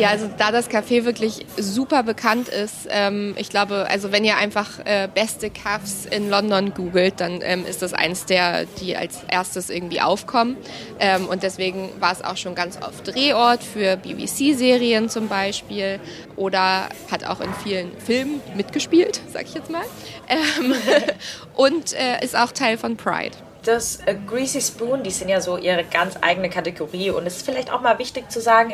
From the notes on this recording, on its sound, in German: Und genau in so einem Caff haben wir diese Folge aufgenommen. Das Regency Café in Westminster ist eines der bekanntesten Caffs in London.